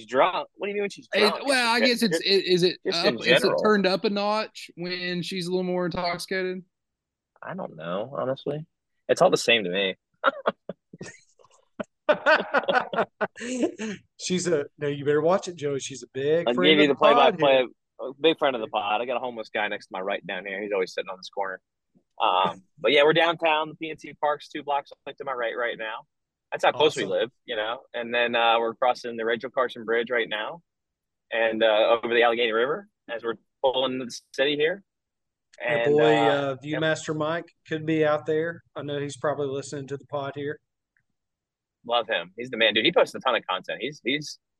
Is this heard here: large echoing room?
no